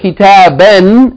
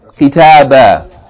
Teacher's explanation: Without the sound of noon, without the tanween sound. · Shown in: second take · Kitabah. Alright? · Term: long vowel